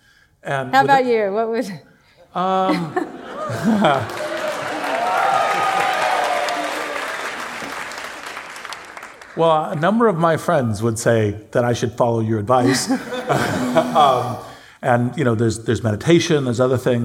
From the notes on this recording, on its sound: LIVE! In our live onstage interview. Live audience energy and great music make this first-ever event a fun listen.